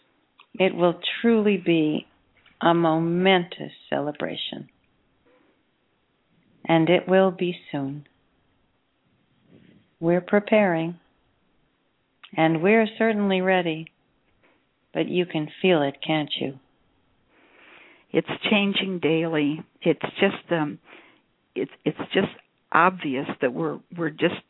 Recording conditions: phone line